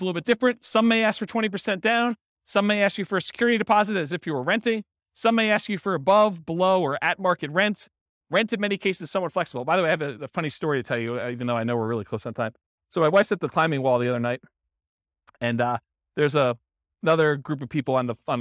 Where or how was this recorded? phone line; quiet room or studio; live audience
live audience